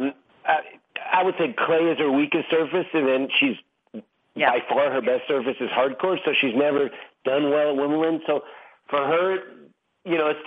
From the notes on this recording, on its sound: Wimbledon Conference Call.